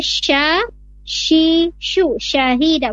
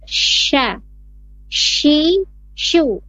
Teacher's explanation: Sha, shi, shu, makhrajnya atau tempat keluarnya dari tengah-tengah lidah, menempel ke langit-langit atas · Term: huruf shin